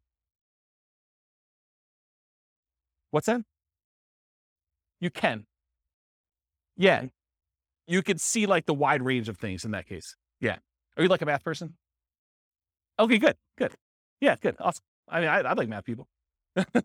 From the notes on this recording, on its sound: This was a live class recorded